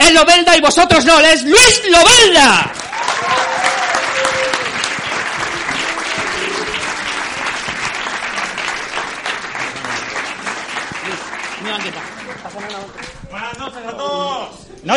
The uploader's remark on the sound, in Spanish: Este mes tenemos este episodio especial desde las JPOD 17 de Alicante en la Sala Clan Cabaret. Una noche genial con un público estupendo.